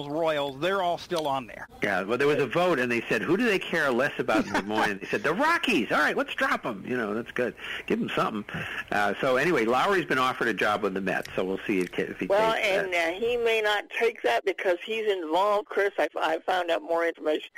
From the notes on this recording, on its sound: take your live calls